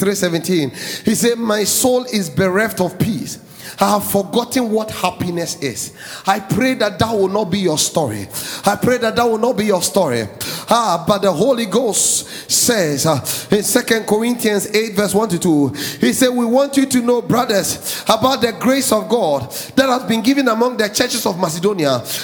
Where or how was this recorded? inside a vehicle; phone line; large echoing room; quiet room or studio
large echoing room